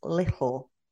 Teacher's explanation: there's a little like kick of air right in the middle · Term: glottal stop